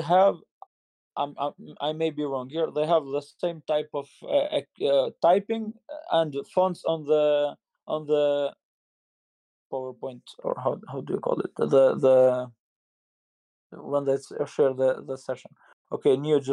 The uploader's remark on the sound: This episode is recorded live from the Energy Web Discord channel